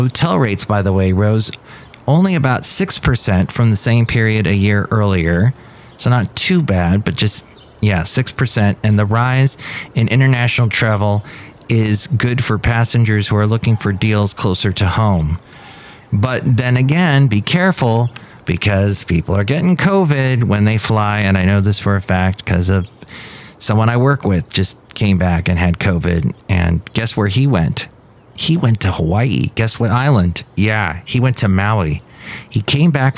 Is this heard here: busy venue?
yes